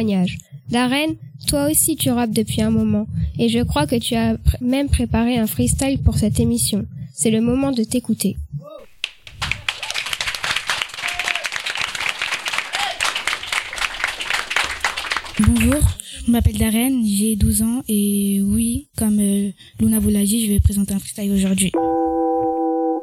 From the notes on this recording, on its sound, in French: Nous sommes les 5eB du collège Césaria Evora de Montreuil. On se retrouve au CDI pour l’ enregistrement public final de notre première émission de radio !